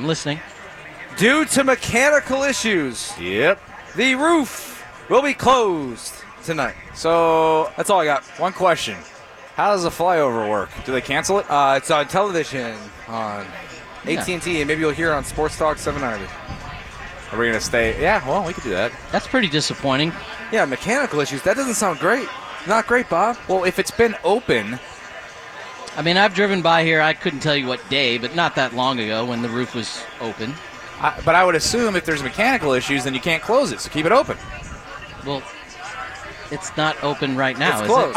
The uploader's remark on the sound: live from Lucky's for the Astros home opener!